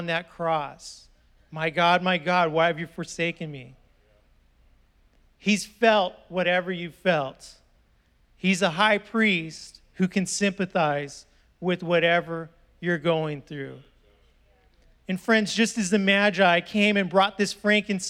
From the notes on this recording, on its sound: was preached on December 5th at the 10AM service